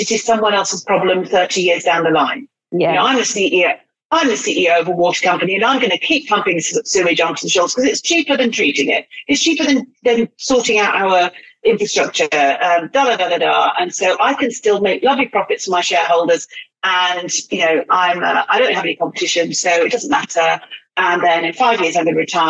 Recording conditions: video call